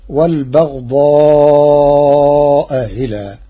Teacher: قرأ ورش كلمتي والبغضاء إلى بتسهيل الهمزة الثانية بينها وبين الياء تخفيفا، فتصير والبغضاء إلى.